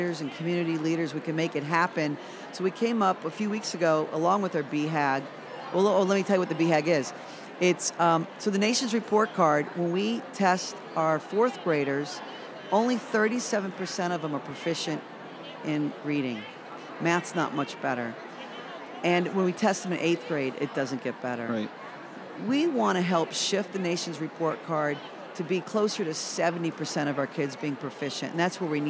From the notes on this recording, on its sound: This episode was prerecorded at a conference in the exhibit hall booth of one of my favorite companies, Alive Studios!